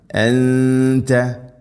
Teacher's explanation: നൂനിനെ അവ്യക്തമാക്കി മണിക്കണം, ഇഖ്ഫാവും ബിഗുന്ന